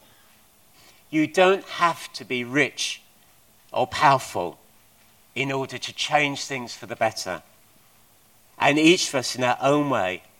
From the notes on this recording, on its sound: At King's Church, Cockermouth, as an audio file.